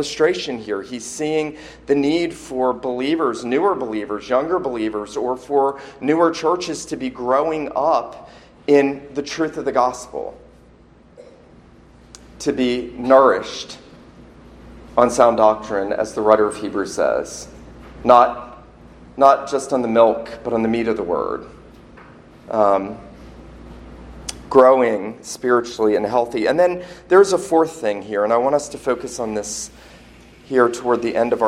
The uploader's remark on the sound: This sermon was preached at Christ Church Presbyterian in Charleston, SC on Sunday morning, October 13, 2019.